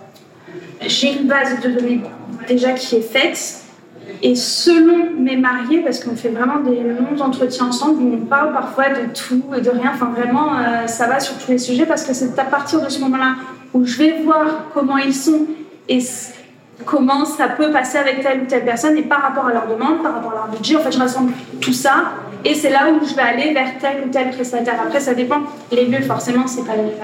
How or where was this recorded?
busy venue